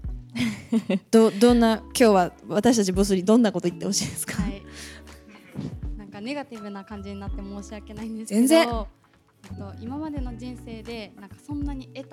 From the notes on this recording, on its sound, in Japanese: 今回も「公開収録」の様子をお届け。今回は、公開収録に訪れたリスナーさん達から募集したメッセージをご紹介！